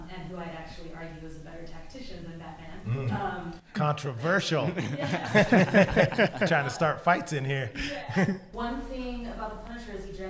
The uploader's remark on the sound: This episode comes to you live from the historic Roxy Theatre in Missoula, MT as part of the 41st Annual International Wildlife Film Festival.